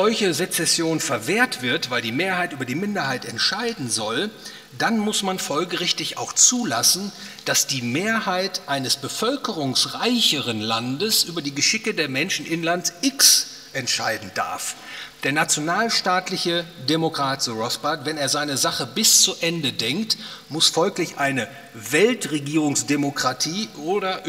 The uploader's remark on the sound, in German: aufgenommen auf dem Ludwig von Mises Seminar 2020